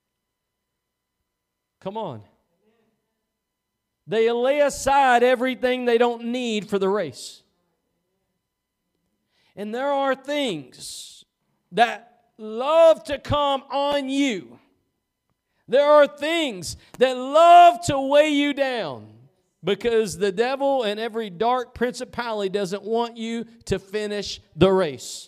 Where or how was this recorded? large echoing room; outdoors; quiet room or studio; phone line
large echoing room